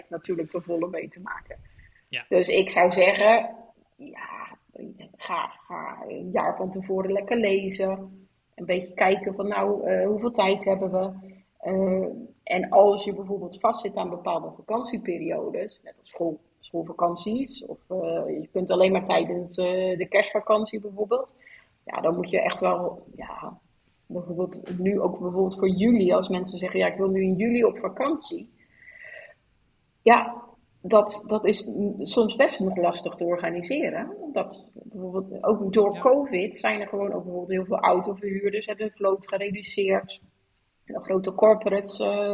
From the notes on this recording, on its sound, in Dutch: We zijn ons ervan bewust dat het geluid van de opname nog niet optimaal is.